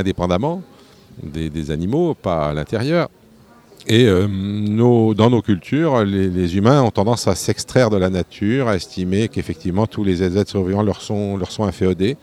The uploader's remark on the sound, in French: enregistrée en direct des Utopiales le 29 octobre 2016